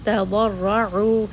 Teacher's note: Ra in this case is also going to be heavy because it has a fatha. And then ayn is going to be from the middle of the throat